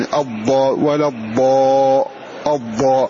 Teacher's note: تلحظ أن حافة اللسان بكاملها عملت، فقالوا مستطيل لأنه أخذ طول اللسان من أوله إلى آخره · Term: حرف مستطيل